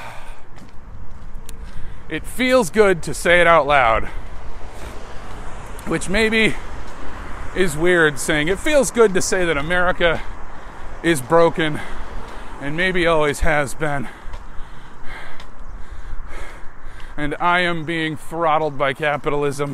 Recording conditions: inside a vehicle